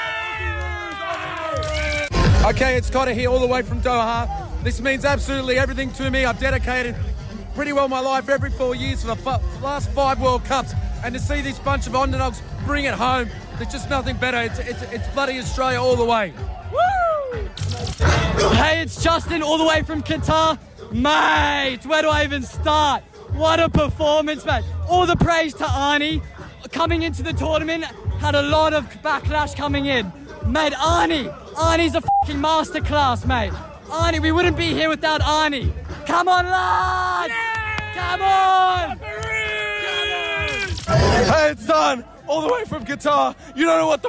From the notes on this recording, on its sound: The atmosphere sounds insane as he runs into fellow Aussies!